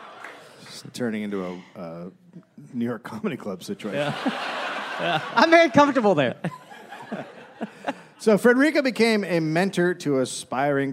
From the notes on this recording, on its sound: Live in Brooklyn.